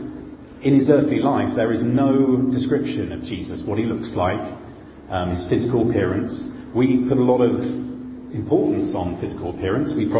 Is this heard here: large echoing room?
yes